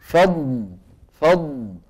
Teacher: الضاد رخوة ولا شديدة؟ رخوة، لأن صوتها ايه؟ مستمر ما انقطع.